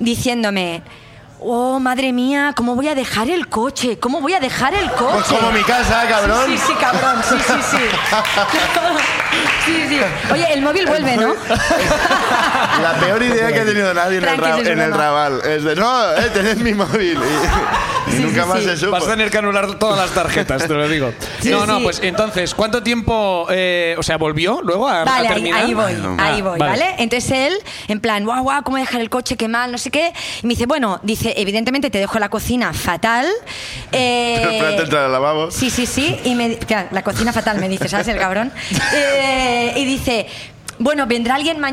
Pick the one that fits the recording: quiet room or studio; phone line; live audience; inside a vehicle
live audience